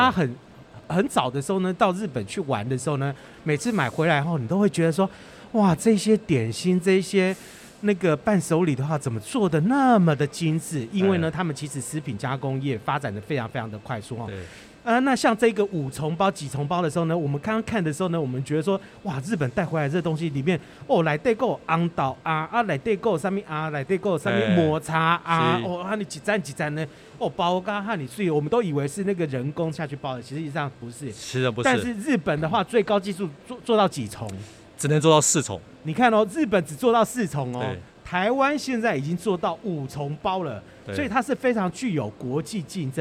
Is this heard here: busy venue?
yes